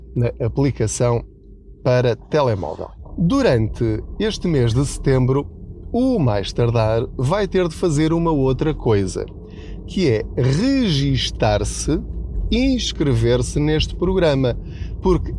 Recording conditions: inside a vehicle